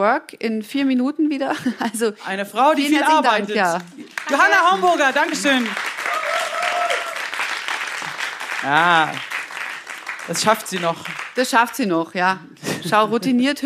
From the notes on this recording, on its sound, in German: Live aus Ulm. Der erste Live-Podcast.